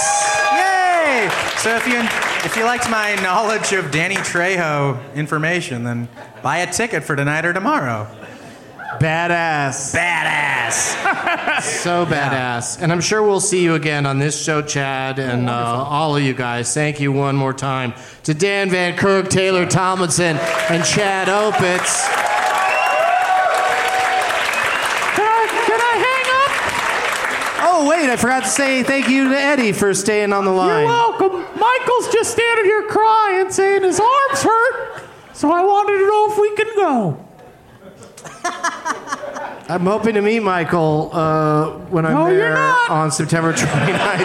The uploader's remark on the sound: Live from The Improv in San Jose